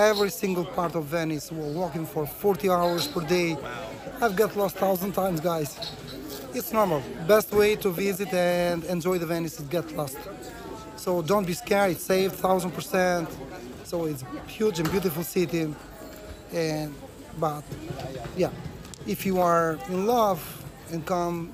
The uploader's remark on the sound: In the early morning 6:30am sunrise while listening to the morning tolling bells. The square was empty, waiting to be filled with residence and tourists - mostly tourists. Record our conversation while sitting outside of a cafe that is his go-to.